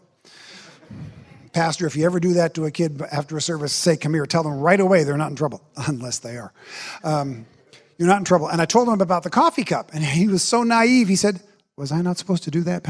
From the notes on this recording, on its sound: special series from our Apple Tree Gathering conference